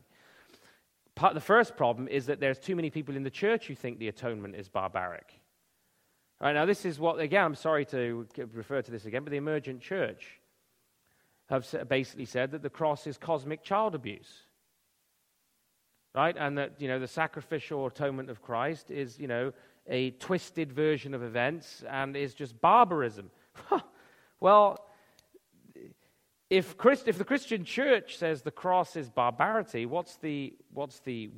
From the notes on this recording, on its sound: Originally delivered at Belleville Worldview Conference, May 26, 2012.